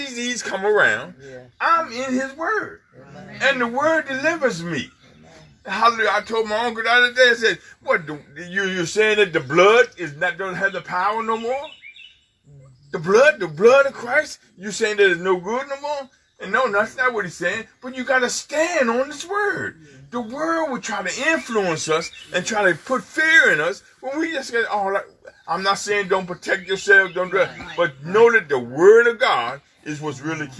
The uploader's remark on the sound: FTNFCOG Outside Service May 24, 2020